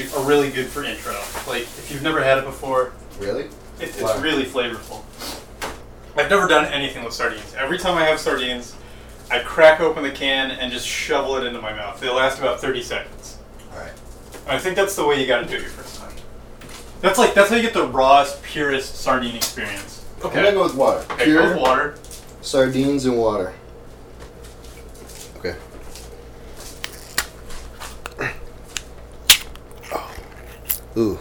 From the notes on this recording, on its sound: I made 9 stops in 17 days across 4000 miles. I recorded 110 hours of audio on the trip with a friend's mobile microphone.